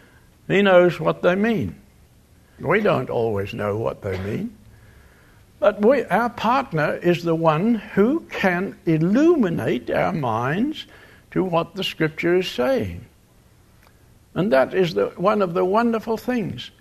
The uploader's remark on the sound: Location: Grace Bible Church Anderson. Guest speaker at the Fall Bible Conference at Grace Bible Church in Oct.